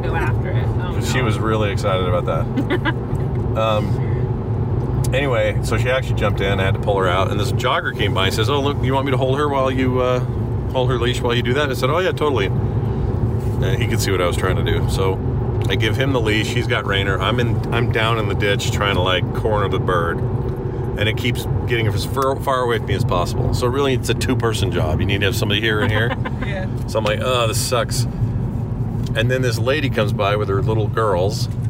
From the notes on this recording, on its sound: Hop in the car and take Ripley to the dog park for a run. It’s a little chaotic to say the least.